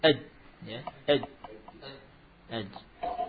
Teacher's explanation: Jim suaranya terputus saat disukun. · Term: syiddah